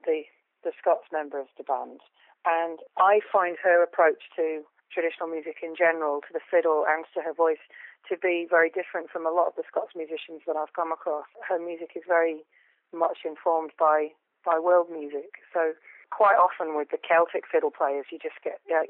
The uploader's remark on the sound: We spoke on the phone